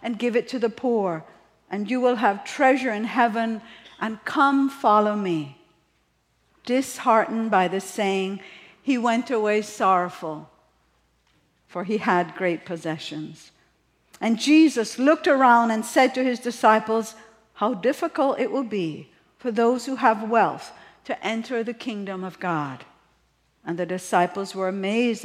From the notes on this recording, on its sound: at the March 26, 2023 Sunday morning services of Boca Raton Community Church in Boca Raton, Florida